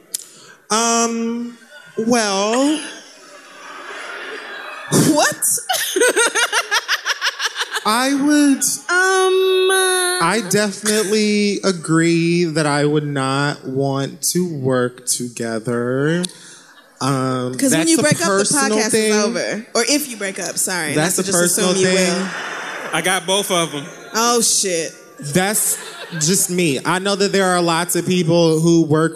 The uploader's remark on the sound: Live in Oakland